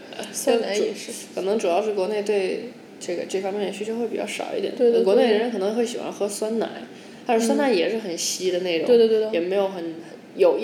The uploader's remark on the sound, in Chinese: 本期节目面基录制，房间混响较大。